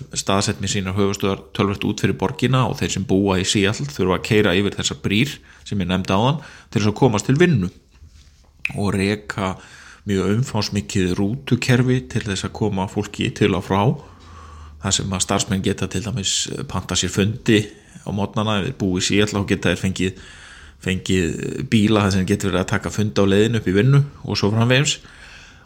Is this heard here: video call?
no